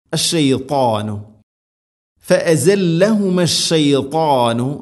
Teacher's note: ത ഉച്ചരിക്കുമ്പോൾ നാവിൻ്റെ മധ്യഭാഗം അണ്ണാക്കിലേക്ക് ചേർന്ന് നിൽക്കണം. ഇത്തുബാഖ എന്ന സിഫത്ത് അത് ശ്രദ്ധിക്കണം.